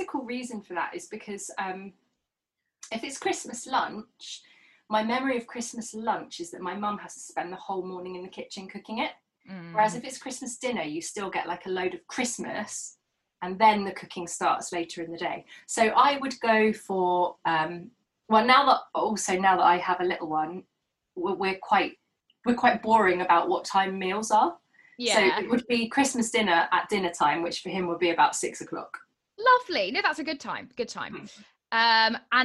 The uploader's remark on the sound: This episode was recorded remotely over Zoom. This series was recorded remotely during the second lockdown.